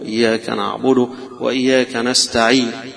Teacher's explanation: على القصر يجوز لك فيها أنك تروم إياك نعبد وإياك نستعين، فتظهر الضمة خفيفة، يدوها نص حركة أو تلت حركة كما يذكرون، إنه إظهار الضمة، اختلاس الضمة عليها هو الروم فيها